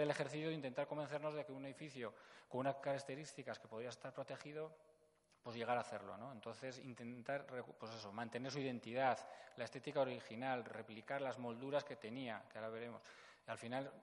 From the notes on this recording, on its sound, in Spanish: La mesa redonda tuvo lugar el 23 de mayo de 2017 dentro de la jornada titulada “Actuaciones arquitectónicas en el Patrimonio edificado” en el Museo San Telmo.